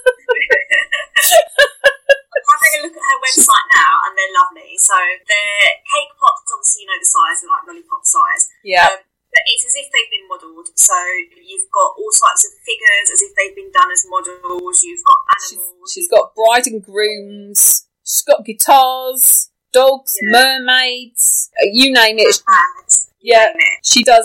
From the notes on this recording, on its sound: Please excuse the sound quality. We are in quarantine to prevent the spread of COVID-19 and had to record over Zoom without our microphones.